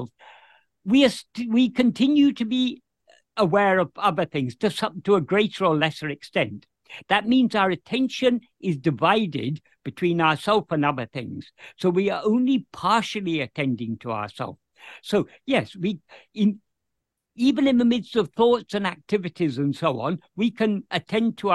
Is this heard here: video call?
yes